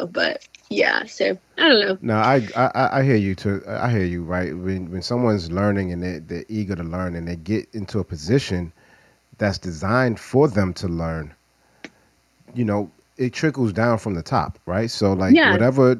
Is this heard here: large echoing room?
no